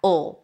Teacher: Will becomes ul. So it's a schwa and a dark L. Make sure you kind of like create some tension here in the back.